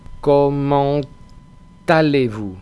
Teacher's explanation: Pero si después va una palabra que empieza por vocal o H, la mayoría de las H's, entonces se pega la T a la palabra siguiente. Es decir, sonará algo así como comment allez-vous. · Term: liaison